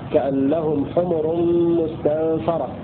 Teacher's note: قرأ نافع وابن عامر بفتح فاء مستنفرة